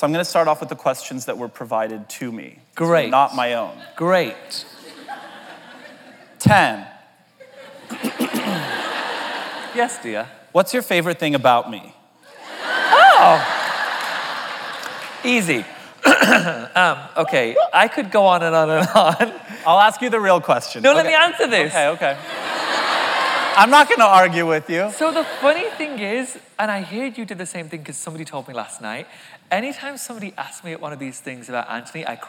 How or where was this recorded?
live audience